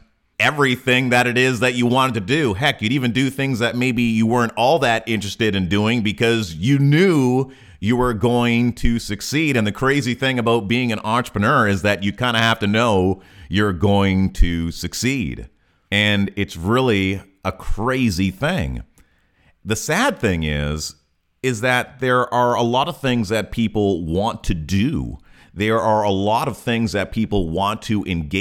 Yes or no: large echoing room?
no